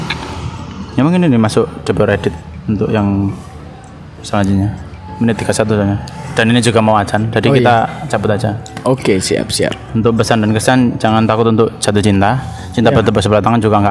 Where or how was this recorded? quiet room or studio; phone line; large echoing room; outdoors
outdoors